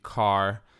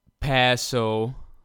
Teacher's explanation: la r non rotica, che vuol dire che non si pronuncia la r · Shown in: second take